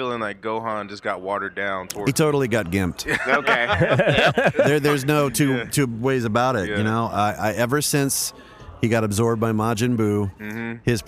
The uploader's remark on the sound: Dream Con 2019. While recording at Dream Con.